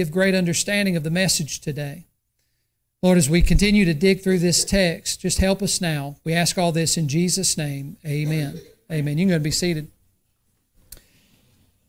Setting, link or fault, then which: setting, large echoing room